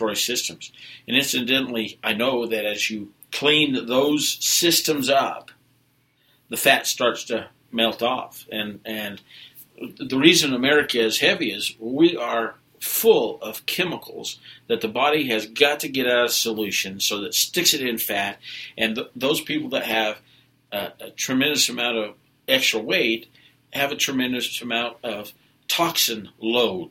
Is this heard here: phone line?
no